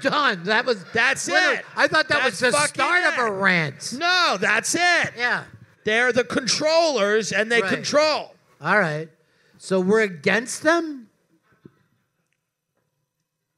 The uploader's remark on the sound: This week's episode was recorded LIVE from Moontower Comedy Festival.